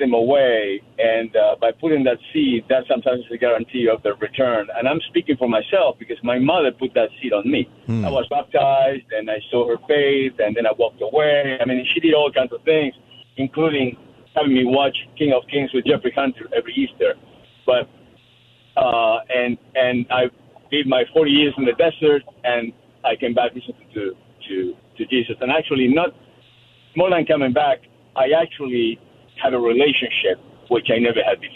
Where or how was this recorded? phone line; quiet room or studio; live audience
phone line